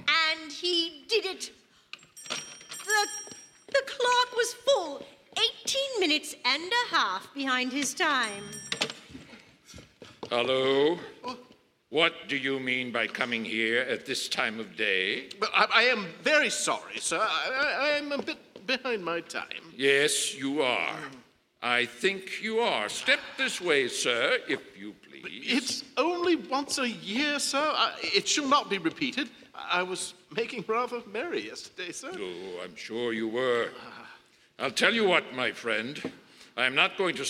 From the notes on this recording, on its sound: Re-Imagined Radio's 2015's live performance by the Willamette Radio Workshop at Kiggins Theatre in downtown Vancouver, Washington.